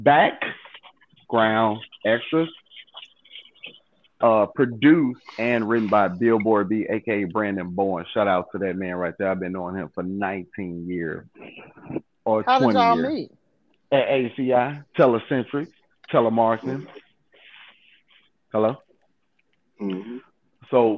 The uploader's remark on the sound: we have phone conversations